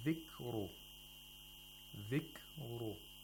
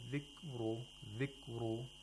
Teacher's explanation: We have the kaf, which is sakin. We have to hear the clicking sound of kaf. · Shown in: first take · If you say dhikru, dhikru, that's incorrect.